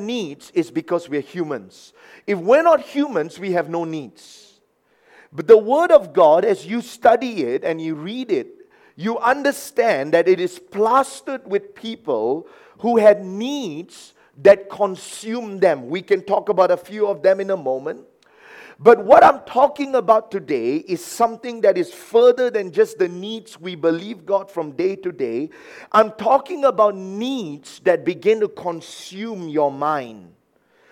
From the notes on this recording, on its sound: A message preached during our Sunday Morning service.